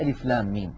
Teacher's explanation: من ثلاثة أحرف، ميم مكسورة بعدها ياء ساكنة بعدها ميم ساكنة، لام آخرها ميم ساكنة، وميم أولها ميم مكسورة، فندغم الميم الساكنة في الميم المتحركة · Term: مد لازم حرفي